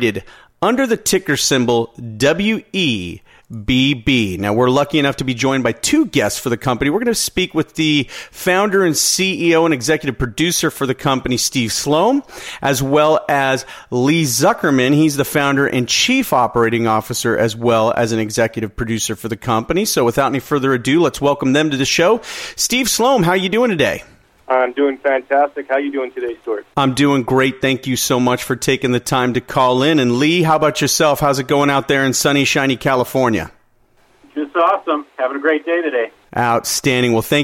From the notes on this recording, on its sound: called in to SmallCapVoice.